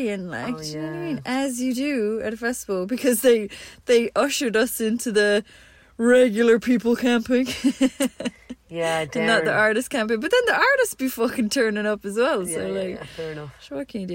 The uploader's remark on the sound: We're live from the Bean Van at Cullenamore Beach, Co Sligo.